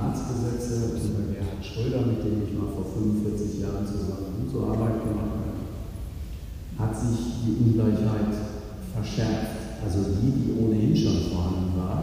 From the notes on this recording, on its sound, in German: Aufgenommen auf einer Veranstaltung des DGB-Kreisverbands Esslingen-Göppingen.